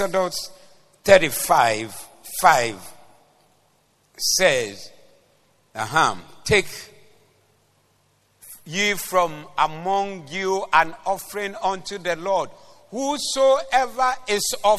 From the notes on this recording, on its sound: Preached at the Zeloo Service